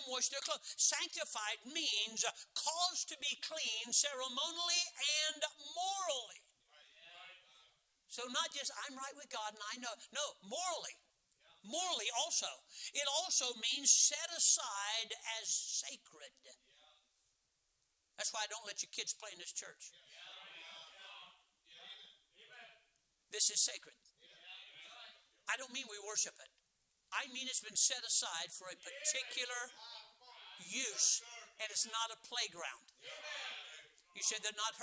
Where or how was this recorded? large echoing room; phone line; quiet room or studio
large echoing room